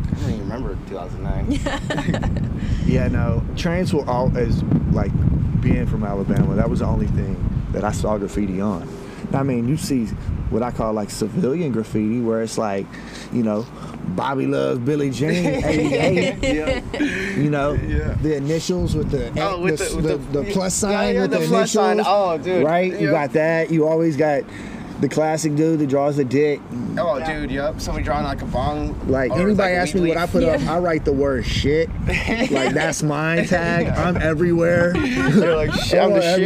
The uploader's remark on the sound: Sorry for the wind but that view though.